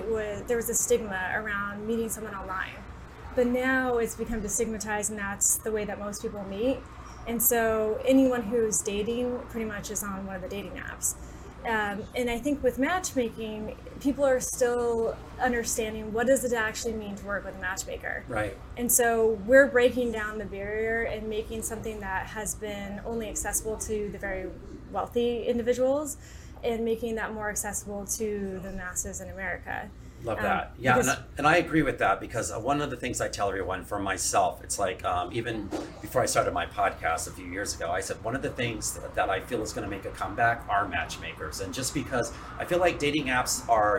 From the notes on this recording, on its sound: Curated Wines in Los Angeles, where this episode was recorded live.